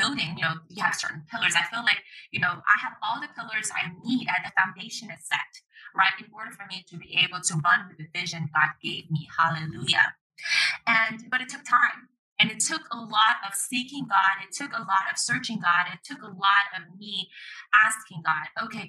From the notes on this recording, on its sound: The quality of audio is poor because I wasn't in my normal studio recording the episode.